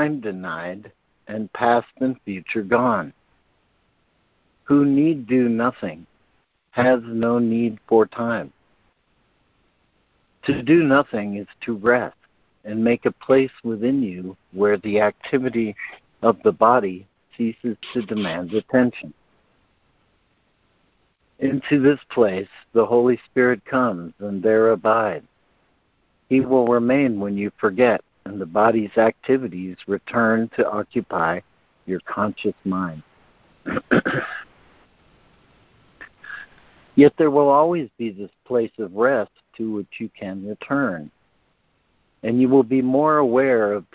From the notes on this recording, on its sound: ACIM Daily Conference Call